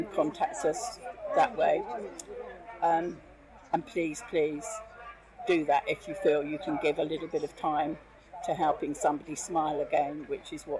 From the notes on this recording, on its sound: Hear snippets of performances throughout the day, some live commentary, and some words from the amazing charities this event supports.